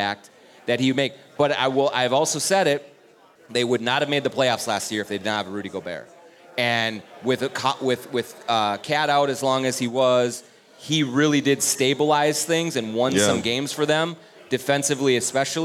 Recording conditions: busy venue